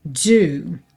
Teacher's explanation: Percebe que aqui também eu não estou dizendo do, não é do, é do. Tem quase que um zezinho junto com o D. Um DZ, olha, do, tá?